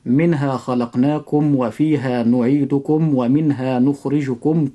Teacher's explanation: لاحظ عند حرفي الواو والفاء أن يكون الإظهار أشد من باقي الحروف